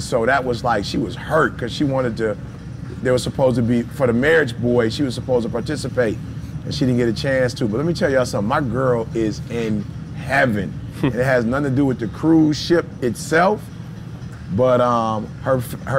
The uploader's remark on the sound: This week’s podcast was live from the Phenomenal Life Cruise.